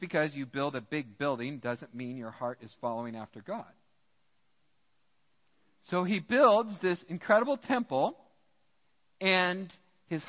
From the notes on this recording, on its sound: Midland Evangelical Free Church Sermon Audio. Midland, MI.